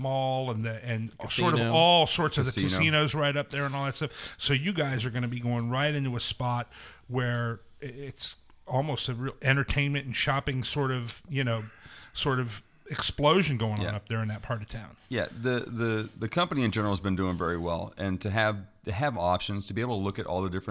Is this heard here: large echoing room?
no